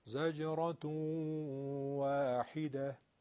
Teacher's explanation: تنوین رسیده به واو، ادغام میشه، ادغامش با غنه است